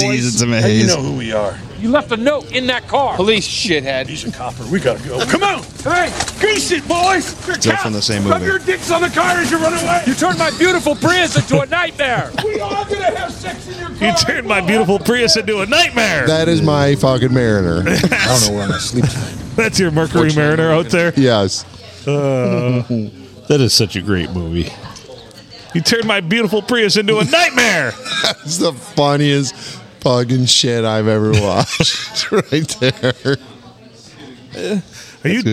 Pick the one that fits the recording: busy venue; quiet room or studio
busy venue